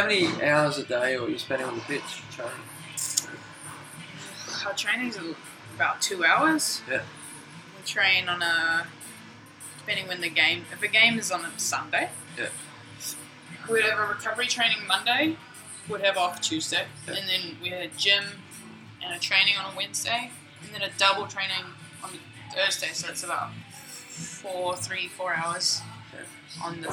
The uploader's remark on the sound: I apologize for the sound quality, as we recorded this episode in the local cafe, but we will be opening a studio very soon.